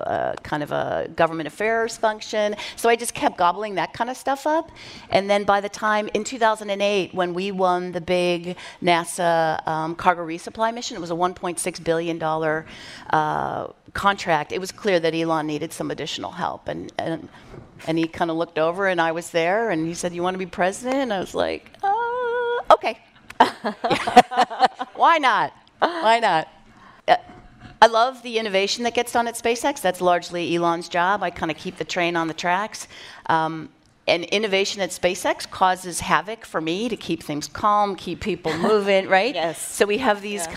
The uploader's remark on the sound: Recorded at Paramount Studios during XPRIZE Visioneering